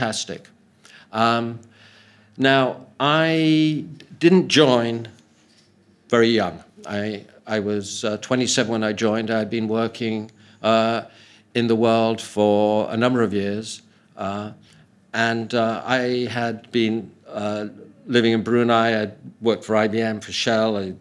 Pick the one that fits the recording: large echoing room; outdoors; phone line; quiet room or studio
large echoing room